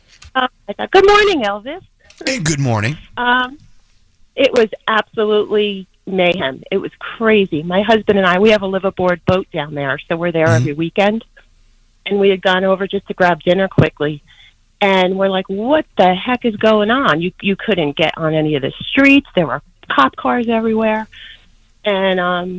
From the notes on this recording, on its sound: our listeners call